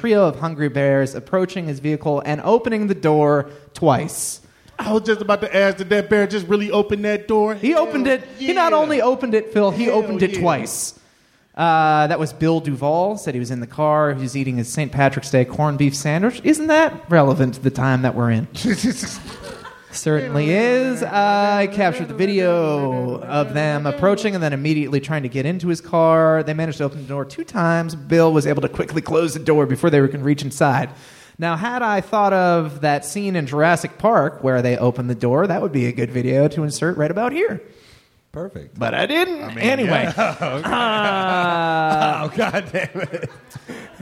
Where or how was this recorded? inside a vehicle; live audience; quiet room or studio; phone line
live audience